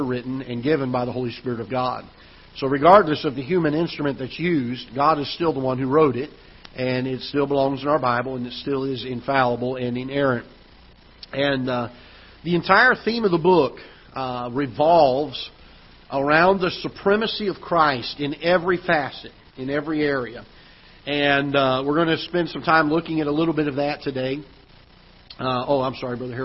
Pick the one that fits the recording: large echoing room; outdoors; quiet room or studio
large echoing room